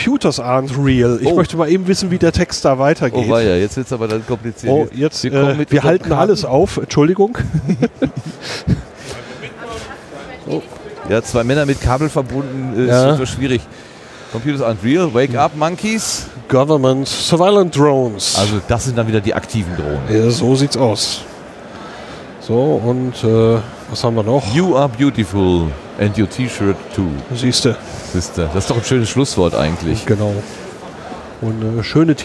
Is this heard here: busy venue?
yes